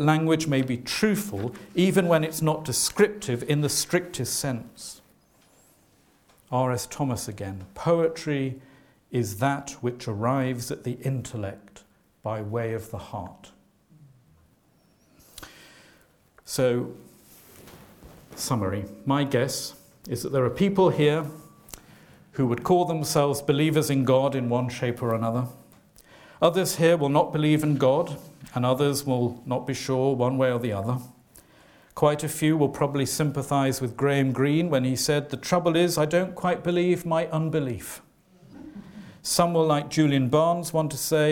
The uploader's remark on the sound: talk given at the Church Times Festival of Poetry